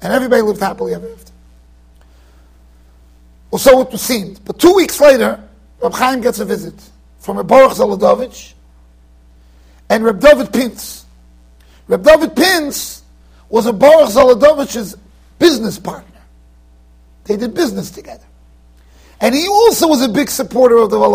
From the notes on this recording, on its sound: Shiur recorded in Yeshivas Ohr Reuven, Monsey NY.